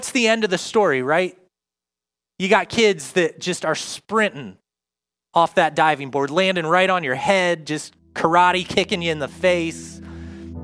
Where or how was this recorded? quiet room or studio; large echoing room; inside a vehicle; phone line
large echoing room